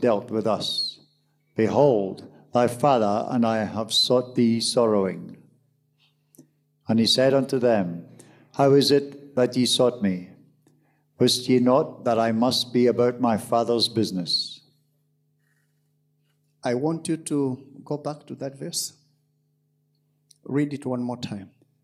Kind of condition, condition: setting, large echoing room